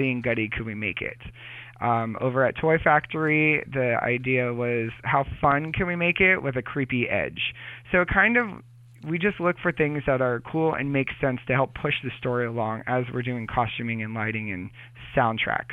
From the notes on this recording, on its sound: calls